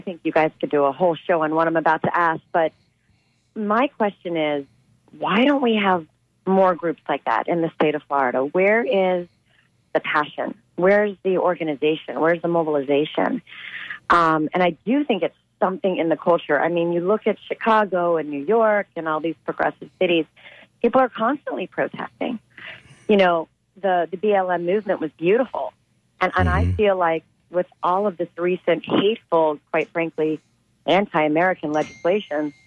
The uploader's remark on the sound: unique magazine format call-in show